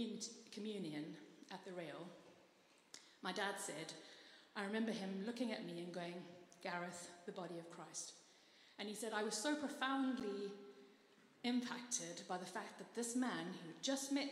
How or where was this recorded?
large echoing room